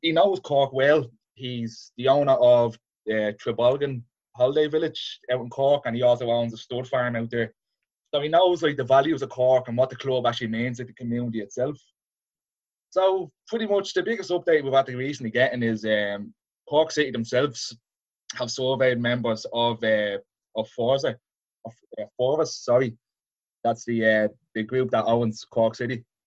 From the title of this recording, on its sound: FA Cup Weekend Zoom Show